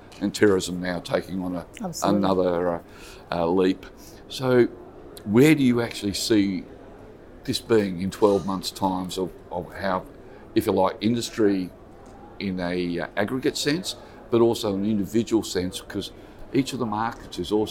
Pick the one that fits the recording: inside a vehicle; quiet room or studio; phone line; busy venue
busy venue